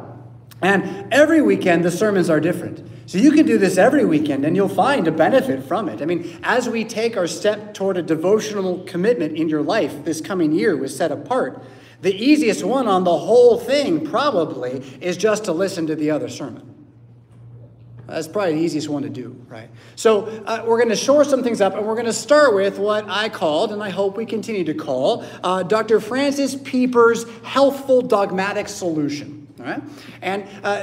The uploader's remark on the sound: Preached at St Paul Lutheran Church , Rockford, Illinois on Sunday October 1st, 2023.